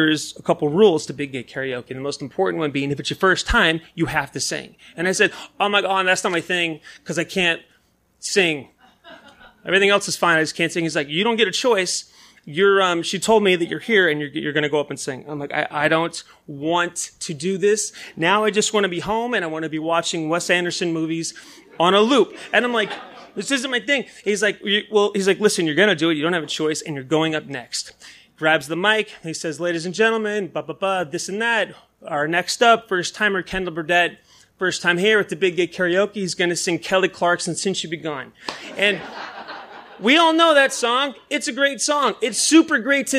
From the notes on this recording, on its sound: This story was recorded live. At Tiger!Tiger! Tavern in San Diego, California.